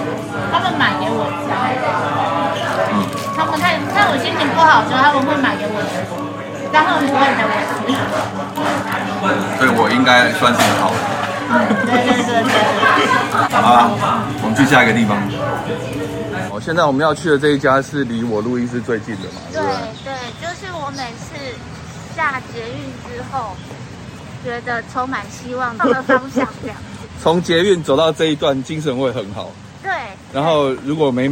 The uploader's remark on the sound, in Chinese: 本集聲音由YT版直出，音質部份請多包含。